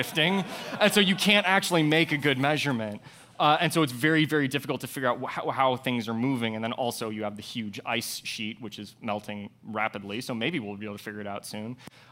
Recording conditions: busy venue